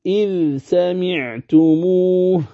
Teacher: عند ورش يعتني القارئ بإظهار ذال إذ فيقول إذ سمعتموه هكذا، إذ سمعتموه فيعتني بإظهارها.